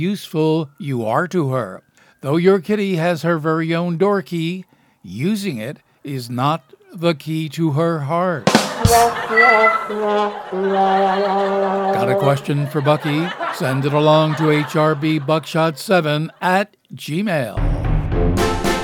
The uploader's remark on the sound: Live from New York’s historic Stranded Theater on Broadway.